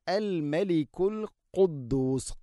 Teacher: ഖാഫ്, തൊണ്ടയുടെ മുഗൾ ഭാഗവും കഴിഞ്ഞ് ചെറുനാക്ക്